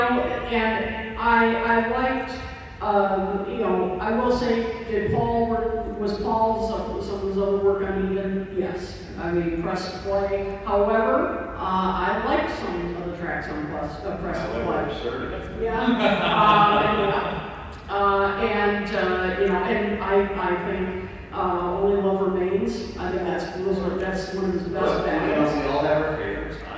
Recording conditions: poor sound quality